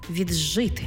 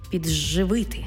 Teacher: «Ди» плюс «жи» утворюється звук «дж». Пишемо «віджити», а вимовляємо «віджити».